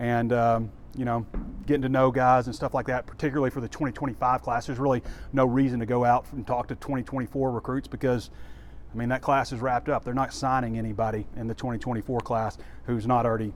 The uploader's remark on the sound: WALK & TALK